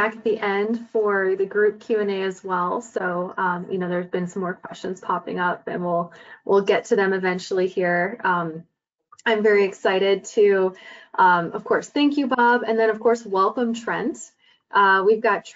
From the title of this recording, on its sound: Realcomm Webinar